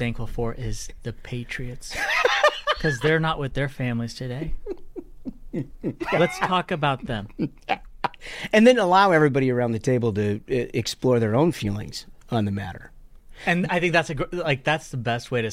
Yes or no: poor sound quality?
no